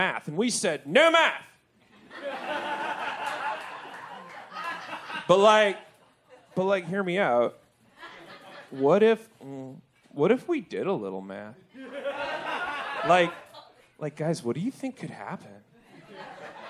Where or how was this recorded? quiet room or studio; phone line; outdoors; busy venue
busy venue